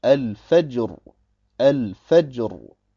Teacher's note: Man muss darauf achten, dass das Jim seine korrekte Qalqala erhält und dass der Ton, der beim Jim entsteht, nicht in Richtung Kasra geht. Es ist also falsch zu sagen Al-Fajr, Al-Fajr.